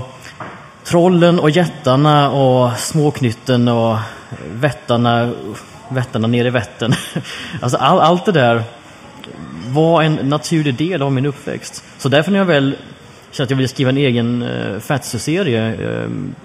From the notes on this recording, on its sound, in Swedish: spelar in ett specialavsnitt inför publik